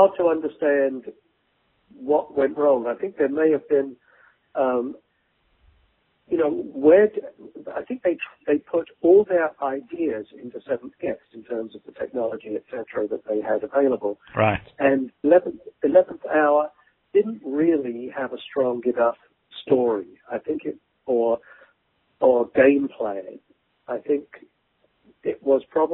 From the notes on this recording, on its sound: The interview was conducted over the phone.